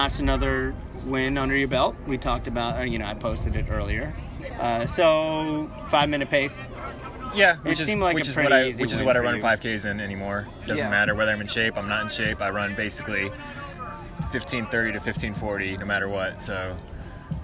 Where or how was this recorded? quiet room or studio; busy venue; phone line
busy venue